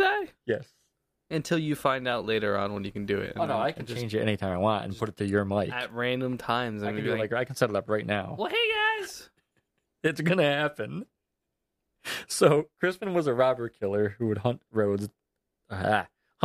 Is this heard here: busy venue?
no